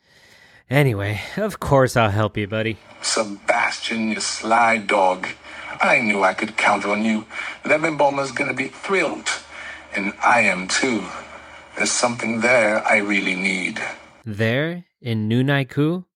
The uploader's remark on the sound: Intercepted Phone Call